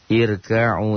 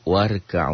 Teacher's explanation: Irka'u tipis kan, tapi kalau disambung dengan waw, warka'u jadi tebel.